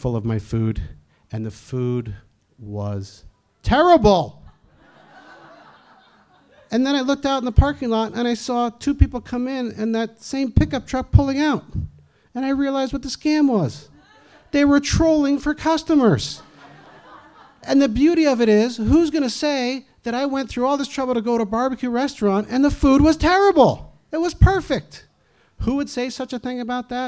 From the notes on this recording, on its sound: Here, our audience favorites from Slippery Slope - held January 19th at the Northampton Brewery.